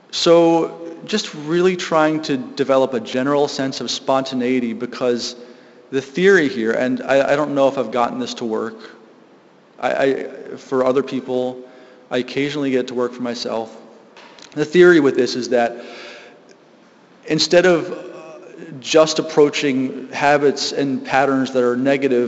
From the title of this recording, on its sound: Live from GLSEN South Hadley